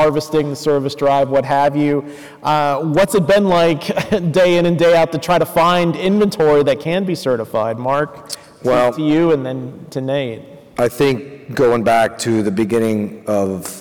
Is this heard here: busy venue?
yes